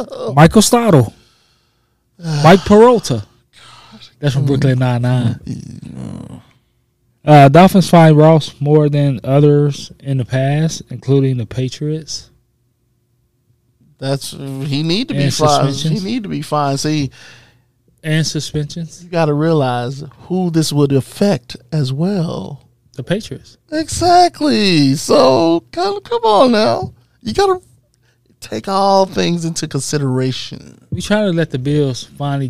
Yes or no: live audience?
no